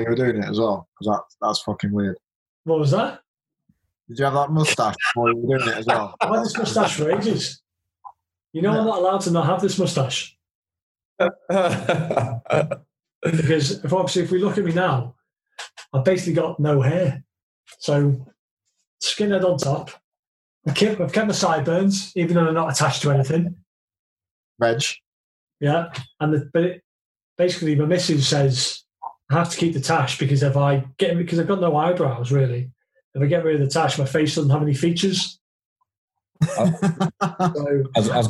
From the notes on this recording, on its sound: I sit down via Zoom to chat with two guys I now consider good friends. Audio wise it's a Zoom call, so that's exactly what it sounds like, it's completely workable.